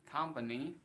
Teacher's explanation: company penekannya ada di depan company